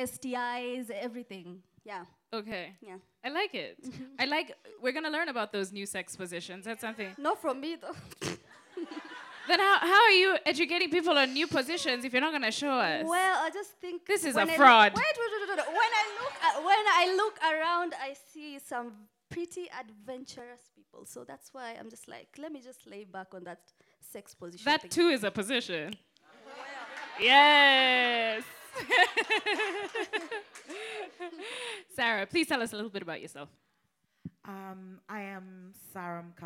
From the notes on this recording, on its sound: Today’s episode is off the last LIVE recording.